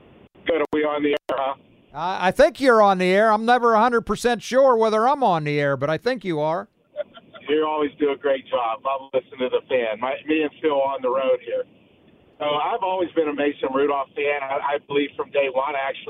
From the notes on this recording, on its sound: We open the phone lines to listeners